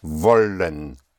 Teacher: the W has the sound of a V